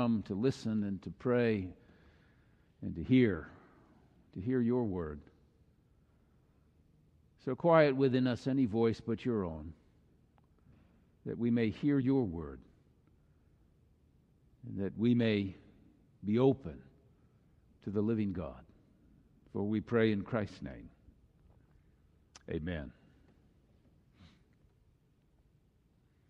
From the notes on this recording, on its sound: Final message of the Summer Series delivered during the Traditonal Worship service.